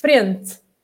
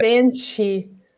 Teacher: frente is with a T in European Portuguese and sounds like French in Brazilian